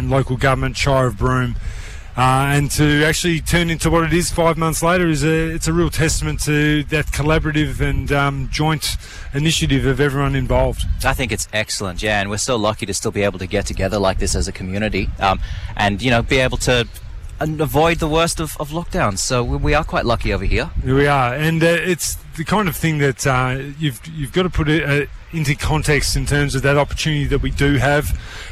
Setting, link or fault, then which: setting, outdoors